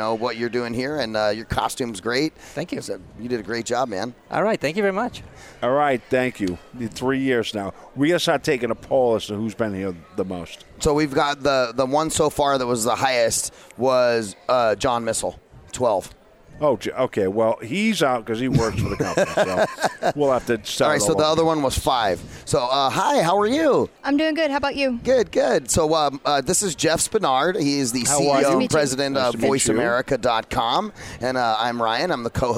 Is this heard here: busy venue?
yes